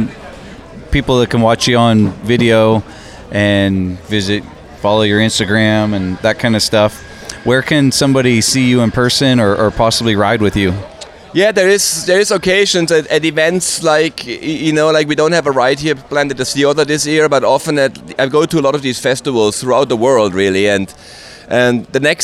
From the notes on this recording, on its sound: recorded at the 2019 Sea Otter Classic in Monterey, CA